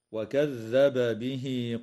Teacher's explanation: يجب إظهار الباء عند الباء في قوله تعالى وكذب به من قبيل المتماثلين الكبير